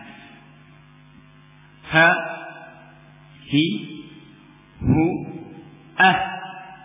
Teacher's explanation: Dan untuk ha ini hamznya itu paling banyak, ini keluarnya nafas paling banyak. Karena itu di sini kita mesti harus ngirit, ya, harus ikhtisar dalam masalah ini, ya.